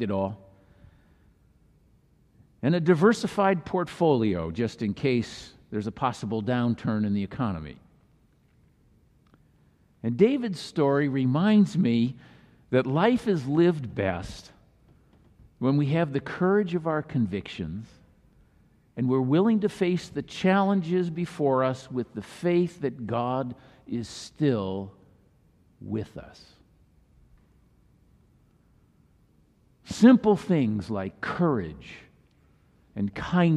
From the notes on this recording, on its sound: Messaged delivered during the Traditional Worship service.